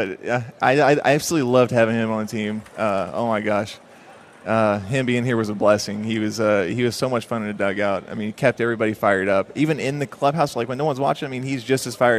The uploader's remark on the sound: live from the Texas Rangers Toy Drive